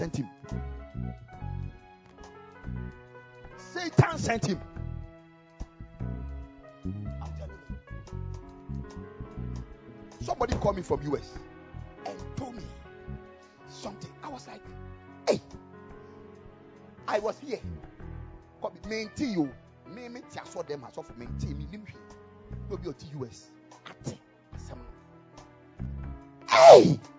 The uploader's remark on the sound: Preached at the Ekklesia Campus.